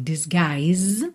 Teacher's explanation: esse I é aberto, longo